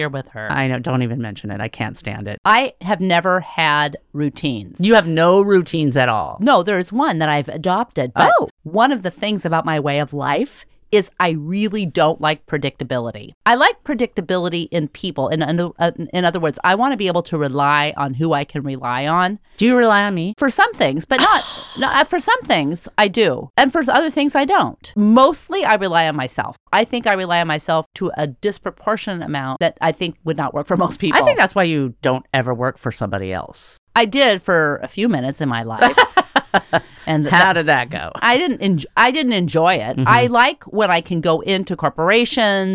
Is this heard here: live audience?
no